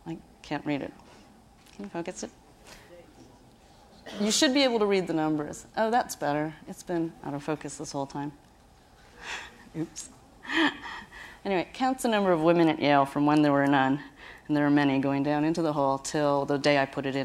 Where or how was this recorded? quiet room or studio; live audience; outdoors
live audience